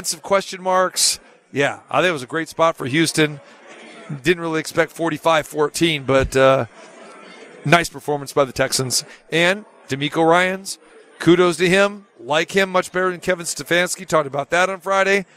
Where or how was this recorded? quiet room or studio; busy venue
busy venue